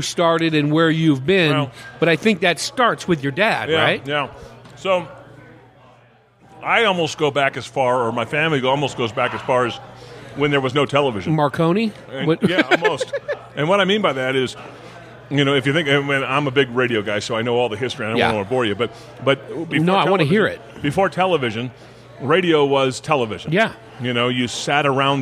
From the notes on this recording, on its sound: Recorded at The Palace Restaurant & Saloon in Prescott, AZ. Recorded at The Palace Restaurant & Saloon in Prescott, AZ. The intro was recorded at The Raven Café - just before the Third Thursday Night Spectacular Open Mic.